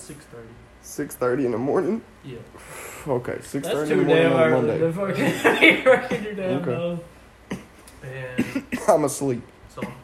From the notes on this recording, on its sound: Forgot the recording equipment!